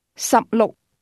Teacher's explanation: 16 is pronounced with two low-level tones.